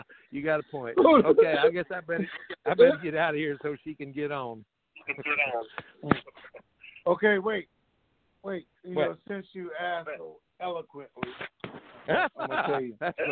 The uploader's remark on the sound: TNTSuperfantastic Conference Call.